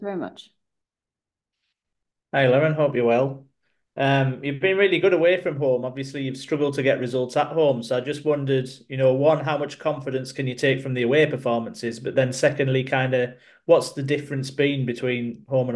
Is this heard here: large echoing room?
no